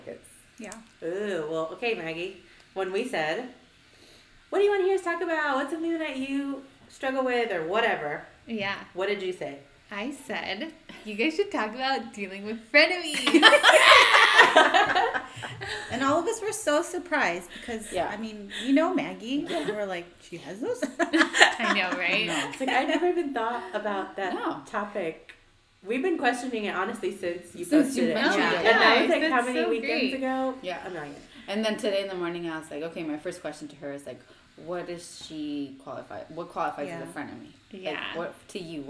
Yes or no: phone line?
no